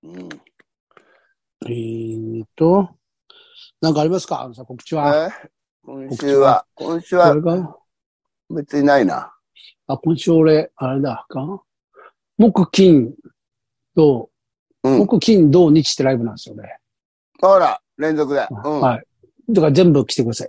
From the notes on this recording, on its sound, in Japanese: ZOOMで収録